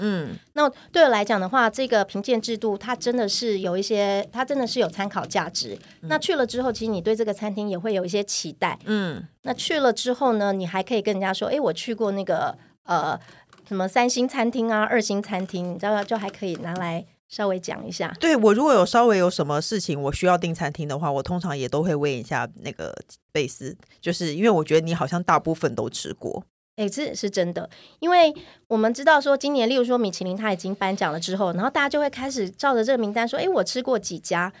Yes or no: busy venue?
no